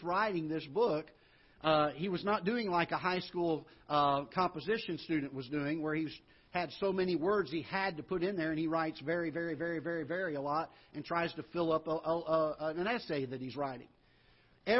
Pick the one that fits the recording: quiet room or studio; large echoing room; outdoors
large echoing room